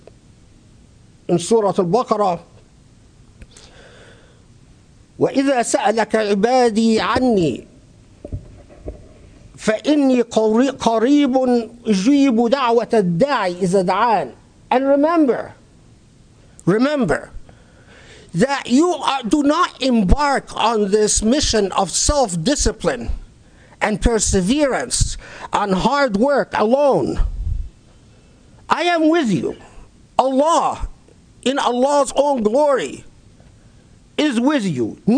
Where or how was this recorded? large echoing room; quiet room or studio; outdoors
large echoing room